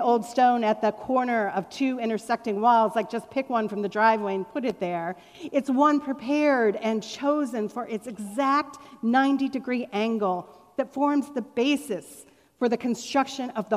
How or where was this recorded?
large echoing room